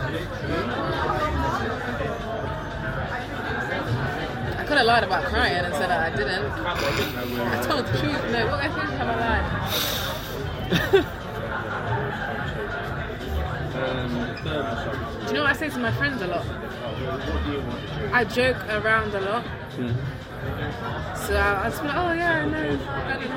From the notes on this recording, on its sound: BFI Southbank background noise!